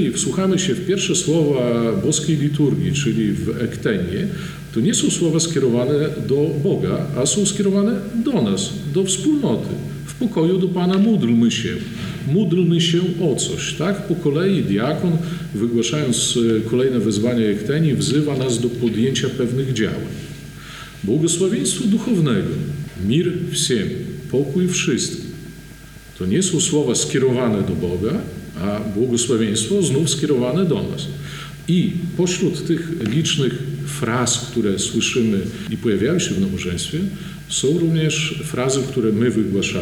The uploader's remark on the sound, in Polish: Nagranie pochodzi ze spotkania, które odbyło się 10 listopada 2021 roku w Monasterze Zwiastowania Najświętszej Bogurodzicy w Supraślu w ramach cyklu “Supraskie Środy”.